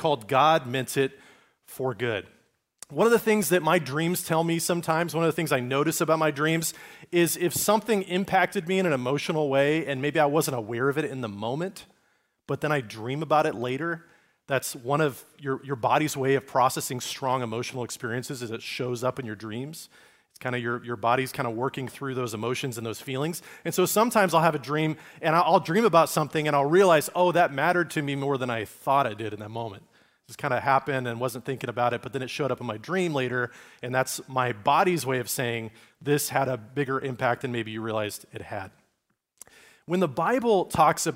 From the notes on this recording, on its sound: Recorded at Liferoads Church in Spokane, Washington, on Sunday, November 26, 2023.